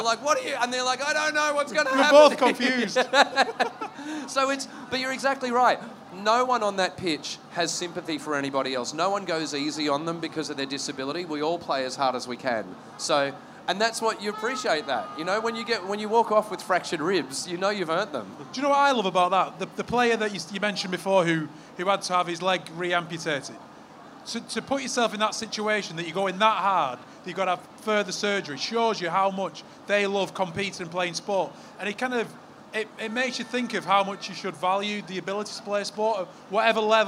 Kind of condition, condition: setting, busy venue